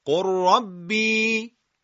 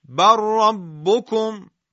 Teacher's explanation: از انواع ادغام متقاربین ادغام لام ساکنه در حرف را